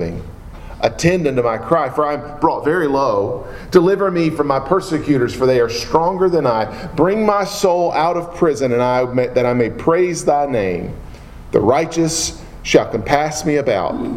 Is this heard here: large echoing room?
yes